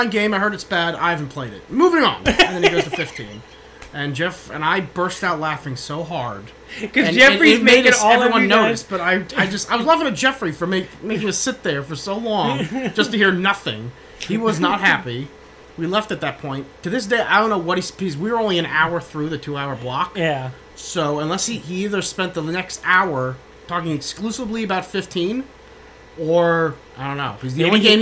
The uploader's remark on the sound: They start by apologizing for the fan in the background, which is quite loud, but it felt like 100 degrees in New York City when they recorded this and they didn't wanna die of heatstroke.